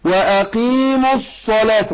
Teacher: شوف الصاد طلع زي صفير ومفخمة